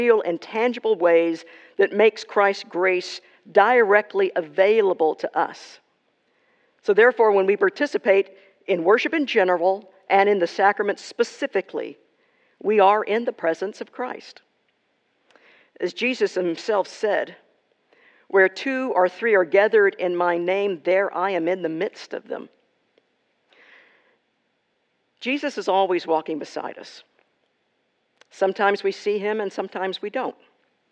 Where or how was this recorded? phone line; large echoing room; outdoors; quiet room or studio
large echoing room